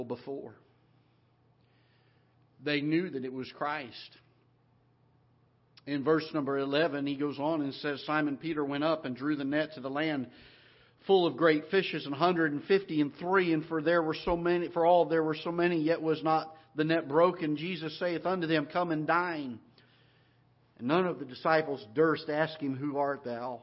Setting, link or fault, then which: setting, large echoing room